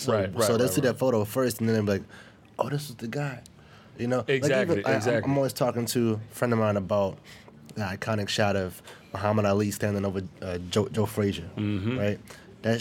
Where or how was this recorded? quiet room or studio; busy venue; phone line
busy venue